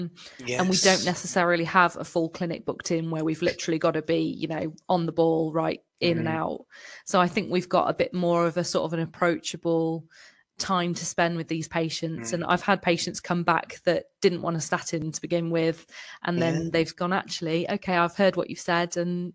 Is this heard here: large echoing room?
no